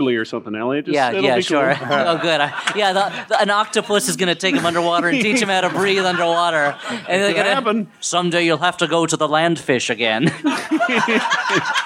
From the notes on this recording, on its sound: Live from Cake Shop as part of NYC Podfest.